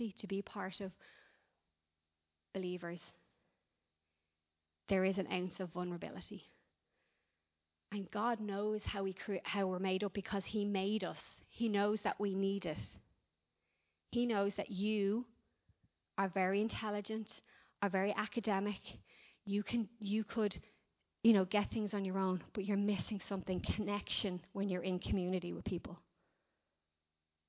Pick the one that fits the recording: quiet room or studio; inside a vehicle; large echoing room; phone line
large echoing room